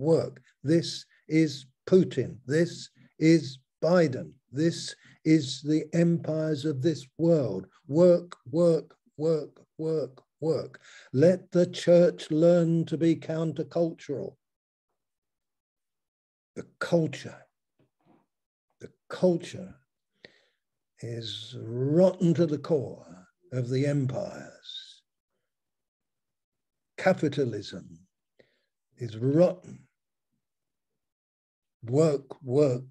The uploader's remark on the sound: Malaysia Meets (Zoom)